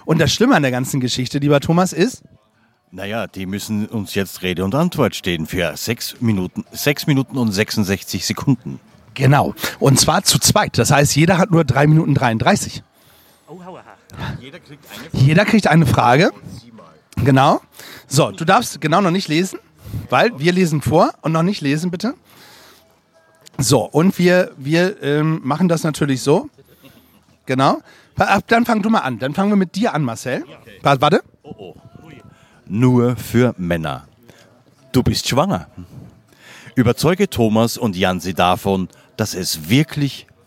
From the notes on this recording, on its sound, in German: Schnappen sich das "Yellowtech iXm Podcaster" Mikrofon und holen sich tolle GästInnen für die Aufnahme. Diese finden sie auf dem ersten Podfluencer Festival in Neu Ulm.